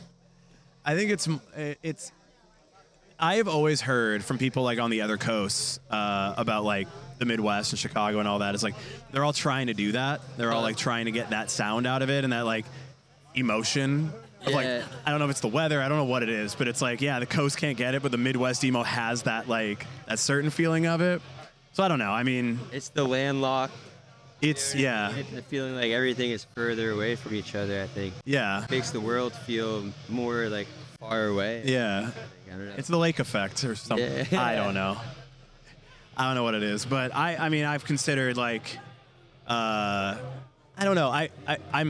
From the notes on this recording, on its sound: Live & On-Site at Riot Fest 2023.